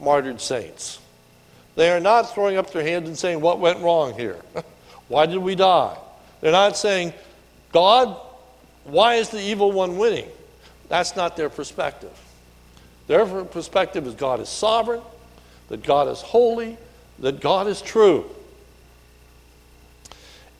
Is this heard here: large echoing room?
yes